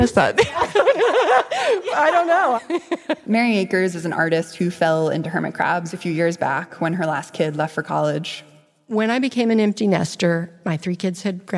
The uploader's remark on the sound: Is a story she told live on stage at Pop-Up Magazine. As a part of their Fall of 2022 tour.